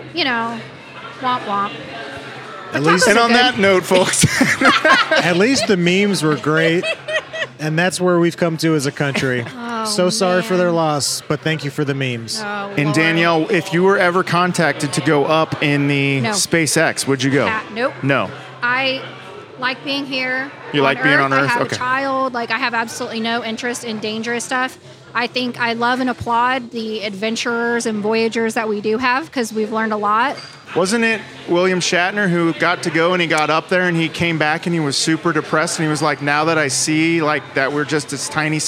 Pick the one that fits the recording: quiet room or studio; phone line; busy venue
busy venue